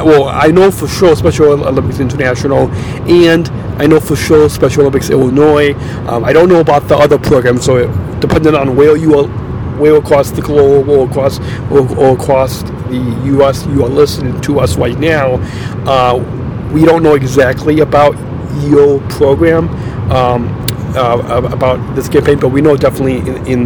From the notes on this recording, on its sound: Are on a road trip home from Iowa, Recorded LIVE on a Western Iowa Interstate.